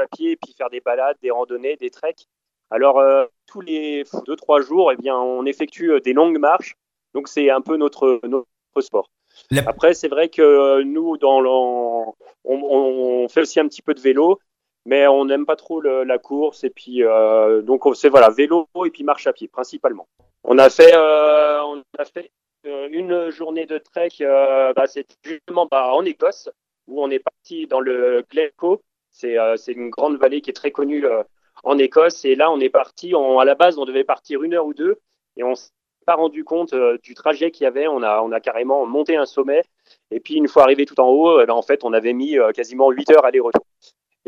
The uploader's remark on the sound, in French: J'ai eu la chance d'avoir par téléphone